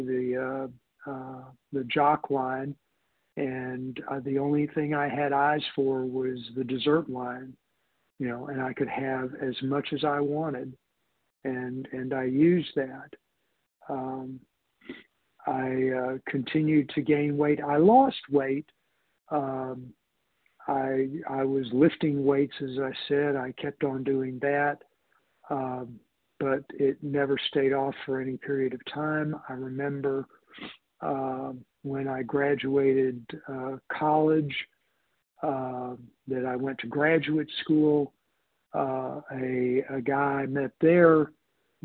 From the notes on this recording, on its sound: 100 Pounders Phone Meeting, 12/13/23